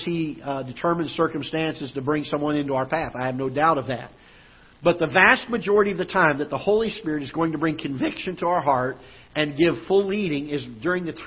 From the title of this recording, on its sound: Ketha Heights Baptist Church ~ Live Broadcast